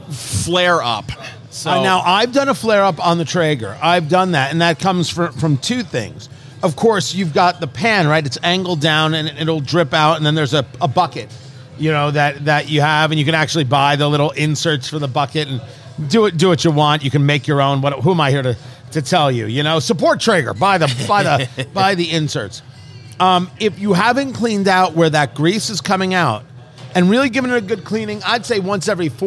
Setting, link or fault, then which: setting, busy venue